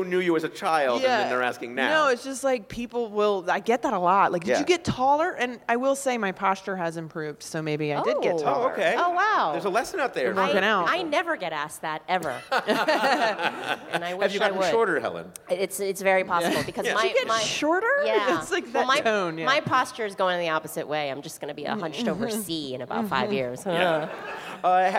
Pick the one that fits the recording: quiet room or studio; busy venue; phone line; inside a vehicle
busy venue